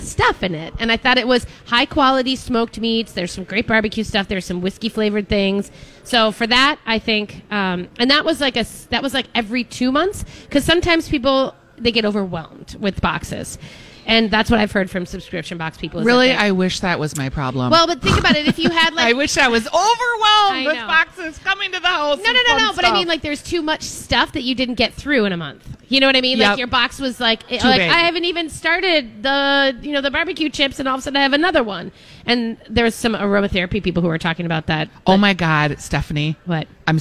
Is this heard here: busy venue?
yes